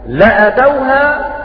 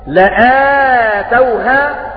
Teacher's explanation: بقصر الهمزة بغير مد · Shown in: first take